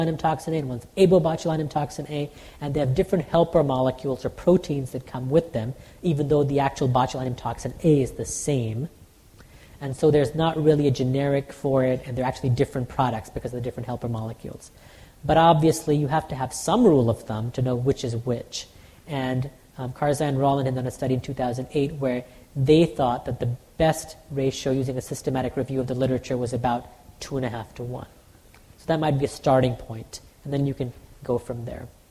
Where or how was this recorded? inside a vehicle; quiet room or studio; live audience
live audience